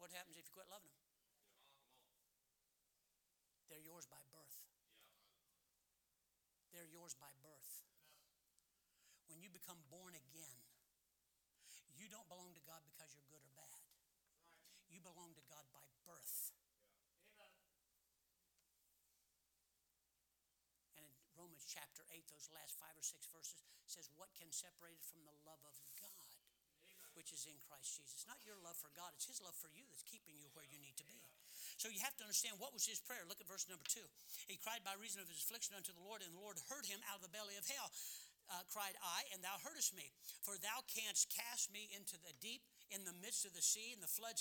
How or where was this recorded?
large echoing room